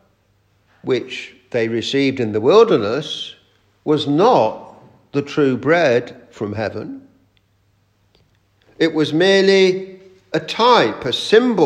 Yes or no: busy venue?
no